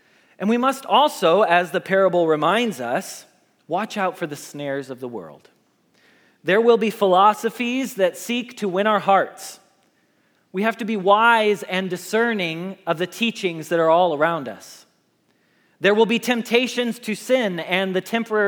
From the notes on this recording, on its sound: Message Preached at Valley Creek Church